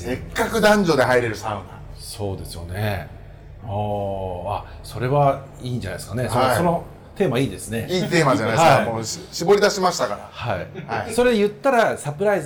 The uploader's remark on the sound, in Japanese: 曙橋の 【神戸ごはん 田中屋】 にて収録です。